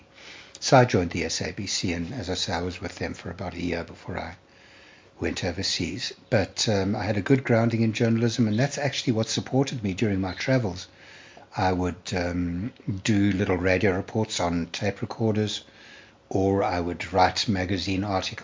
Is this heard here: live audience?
no